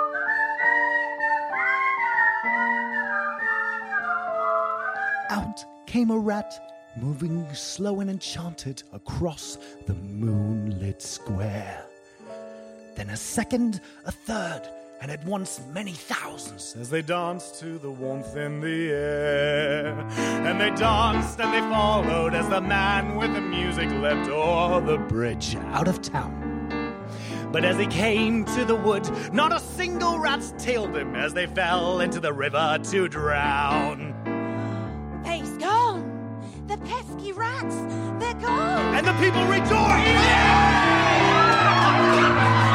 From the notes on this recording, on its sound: Part of A Very Grimm Christmas performed and recorded in front of a live audience.